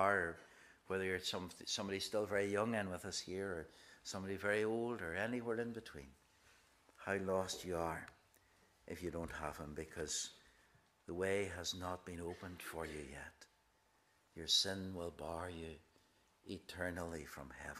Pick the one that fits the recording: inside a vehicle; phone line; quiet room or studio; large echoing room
large echoing room